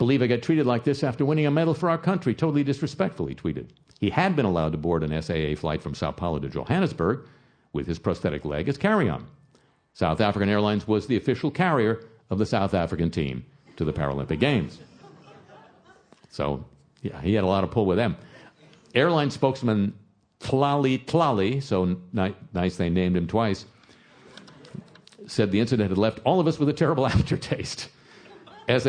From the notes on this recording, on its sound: LIVE from Kings Place for the London Podcast Festival. With special musical guests.